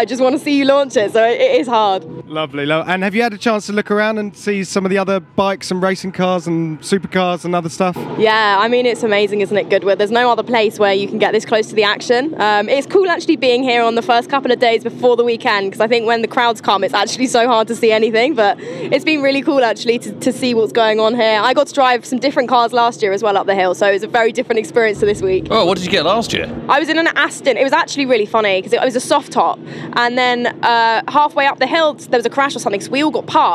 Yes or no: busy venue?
yes